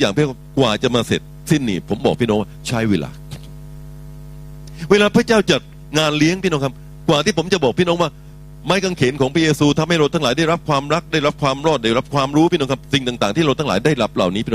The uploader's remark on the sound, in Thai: BFC Live Online นมัสการ/เทศนาย้อนหลัง